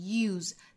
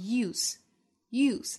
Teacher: use 这个词做动词的时候读成 use,单词尾部是浊音的 z, use,那做名词的时候读成 use, use,单词尾部是清辅音